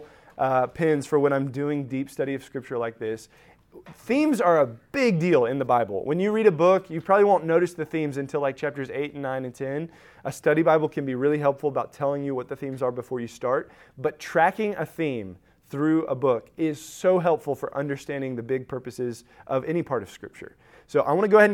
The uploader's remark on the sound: Recorded at Emmaus Church in Buford, GA